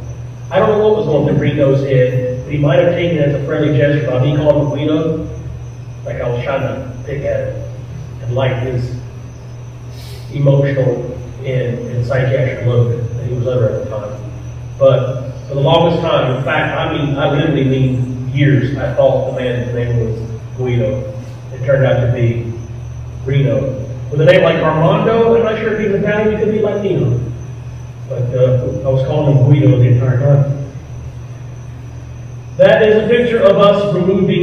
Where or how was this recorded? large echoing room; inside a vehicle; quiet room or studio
large echoing room